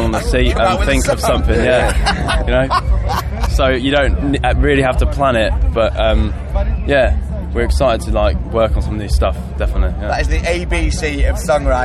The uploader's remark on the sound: TURS All Talk at Bloodstock 2022